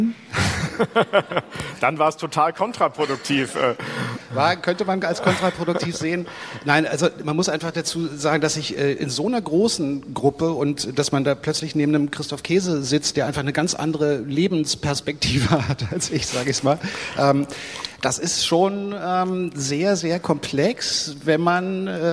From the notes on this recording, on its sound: The opening panel at #DigitalCharta Con will present the initiative and bring together the authors and critics of the Charter. Together with the re:publica audience.